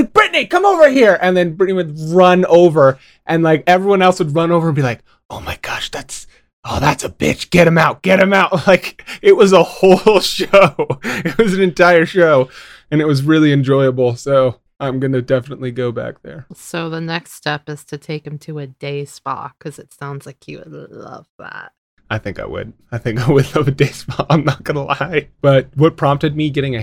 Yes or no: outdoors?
no